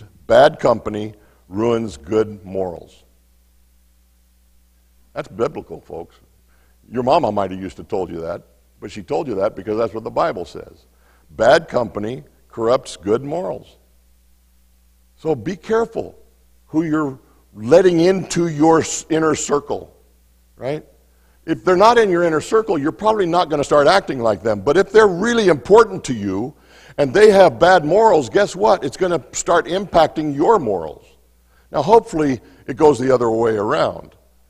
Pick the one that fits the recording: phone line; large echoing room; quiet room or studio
large echoing room